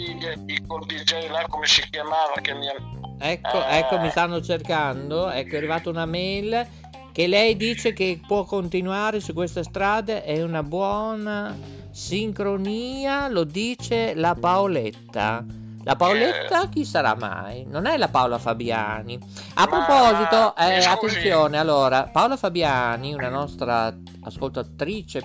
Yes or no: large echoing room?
no